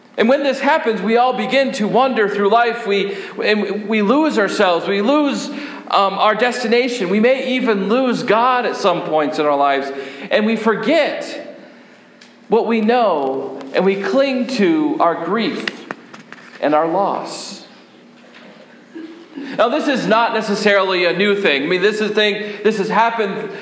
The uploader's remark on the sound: Sermon preached on March 8, 2015 at Faith Lutheran Church in Gardner, MA